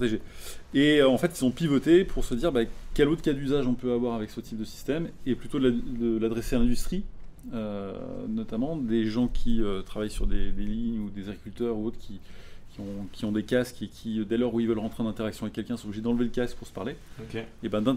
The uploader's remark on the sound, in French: Cet épisode a été enregistré à l'occasion de Zero-to-One. Cet épisode a été enregistré à l'occasion de Zero-to-One. Qui a réuni les talents des plus belles startups françaises en mai dernier.